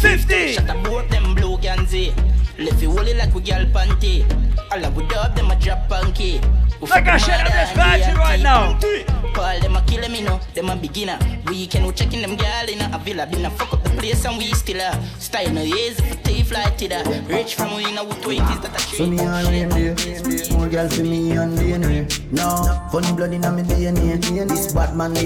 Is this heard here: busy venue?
yes